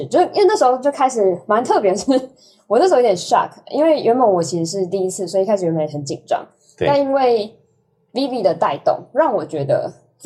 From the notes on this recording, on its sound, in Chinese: 今天是個“行”前說明會，大家破冰的同時、順便錄音所以…音質警告，錄製環境不佳。